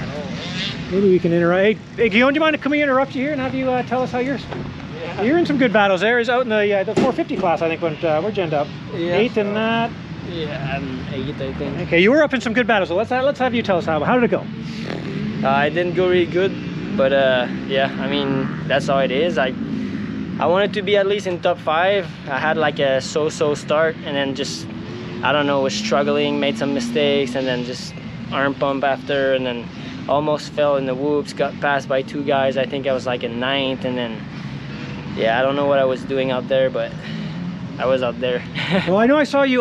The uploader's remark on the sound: Walk And Talk - 2023 Gopher Dunes Supercross Post-Race